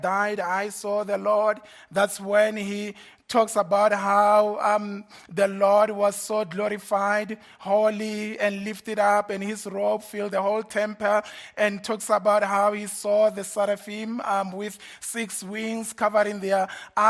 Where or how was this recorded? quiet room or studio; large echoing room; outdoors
large echoing room